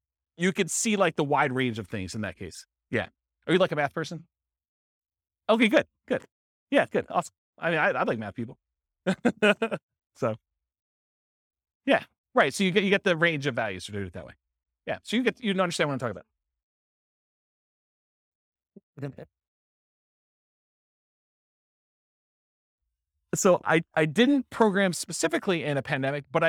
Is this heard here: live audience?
yes